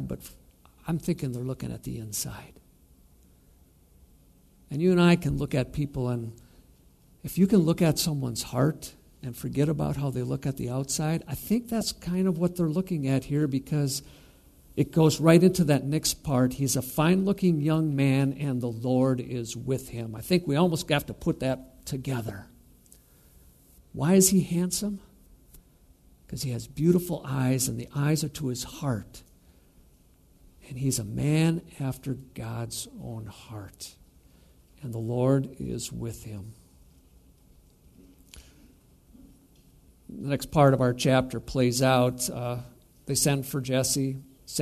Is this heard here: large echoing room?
yes